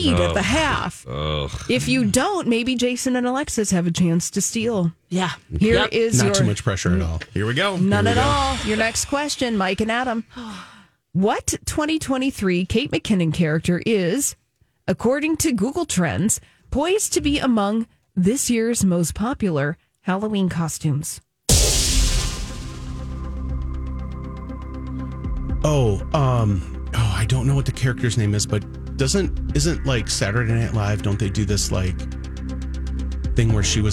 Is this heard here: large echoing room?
no